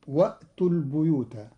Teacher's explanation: قرأ قالون كلمة البيوت بكسر الباء لأن بعدها ياء، والكسر من جنس الياء.